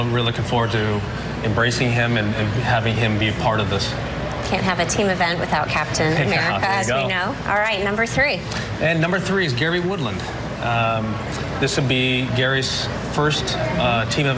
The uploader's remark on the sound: special Presidents Cup press conference